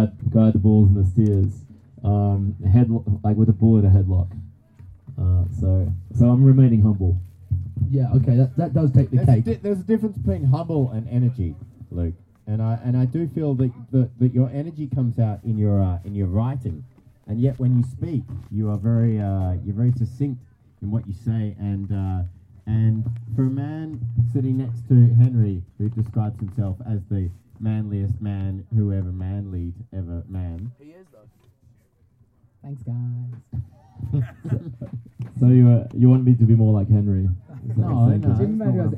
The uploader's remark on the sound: Live from the Stoke Travel campsite in Pamplona. Straight outta the searing heat.